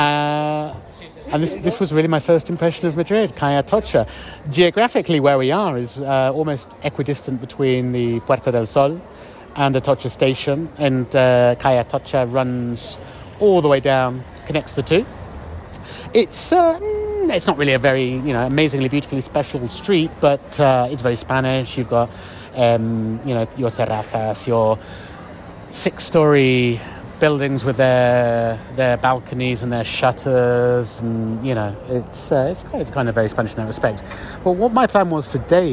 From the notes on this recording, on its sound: A beautiful spring evening wander down one of my favourite Madrid streets — Calle de Santa Isabel. We’ll be taking in the sights and sounds with stop-offs in El Cine Doré (Cinema and home to Spain’s national film archive), San Antón municipal market, El Amor de Díos Flamenco school, Bar Benteveo.